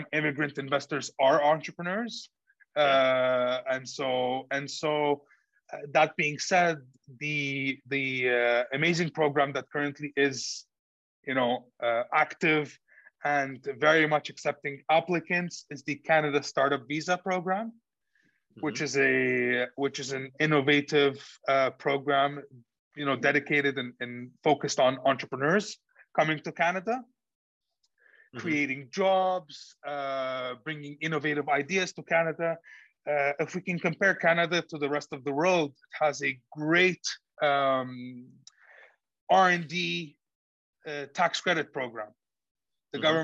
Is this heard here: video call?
yes